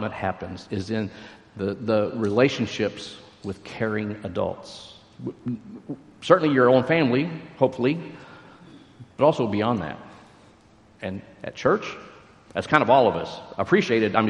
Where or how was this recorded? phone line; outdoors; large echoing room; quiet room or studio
large echoing room